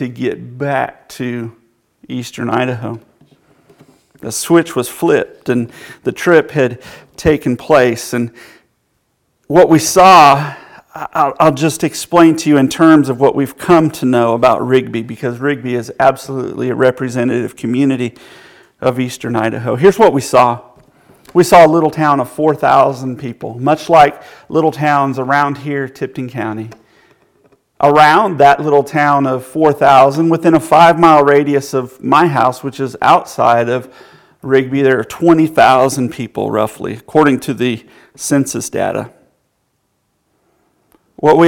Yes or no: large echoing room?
yes